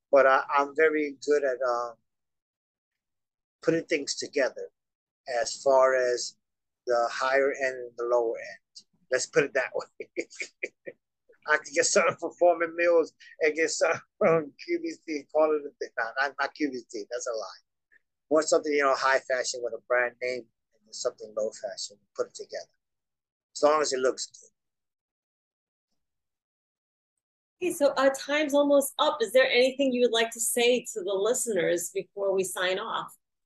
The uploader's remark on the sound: Glamorous disco lights, ornately fun decorations and cocktail lounge furniture gives his apartment a festive, playful atmosphere. An atmosphere that made our zoom interview delightfully enchanting.